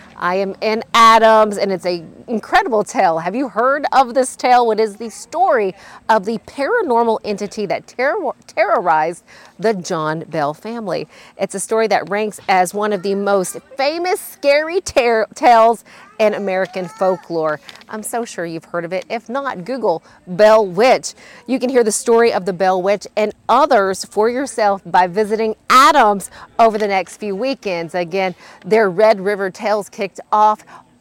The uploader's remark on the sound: We head out to the Bell Witch Festival in Adams